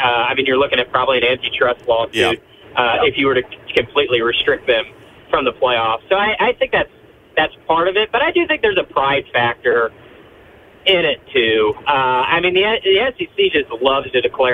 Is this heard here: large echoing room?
no